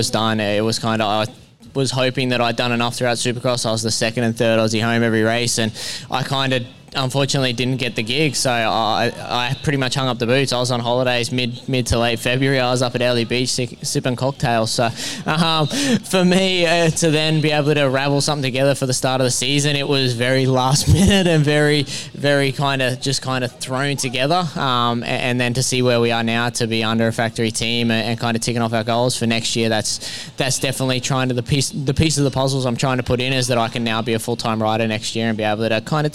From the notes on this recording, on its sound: The AMX Superstores ProMX Radio Show from Coolum saw the Inside Dirt crew in the mobile media centre presenting to the live race fans in attendance across both days of the final round of ProMX.